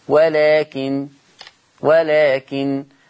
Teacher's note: يقف على النون هتبقى بغنة لأن عنده النون مشددة ولكن طب يا ورش لما تقف هتبقى النون مخففة بس ما فيش غنة